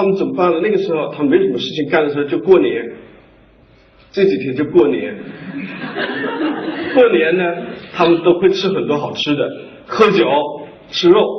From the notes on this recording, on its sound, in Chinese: 一席现场分享。